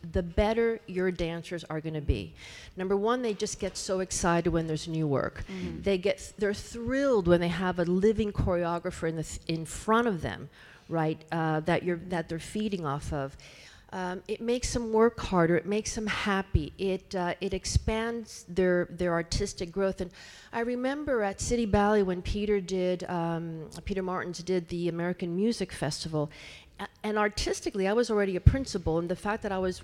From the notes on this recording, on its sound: LIVE from The Kennedy Center. Today’s episode was recorded live at The Kennedy Center on Saturday June 1, 2019 before the matinee performance of Miami City Ballet as a part of Ballet Across America.